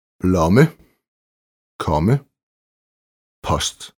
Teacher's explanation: Kort O som Å. Kort, meget åben Å-lyd. Udtales næsten som svensk kort Å.